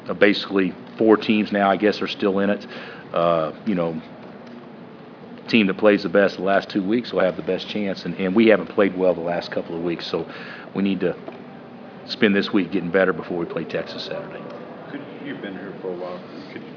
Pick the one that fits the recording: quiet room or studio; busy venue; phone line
busy venue